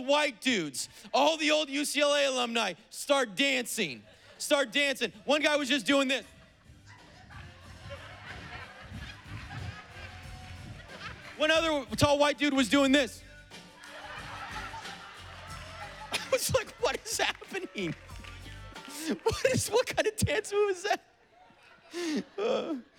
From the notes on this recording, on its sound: preached on September 19th at the 11:30AM service